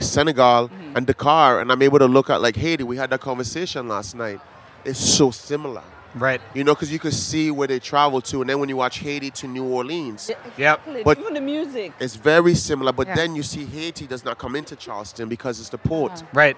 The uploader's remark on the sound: at Charleston Wine + Food 2020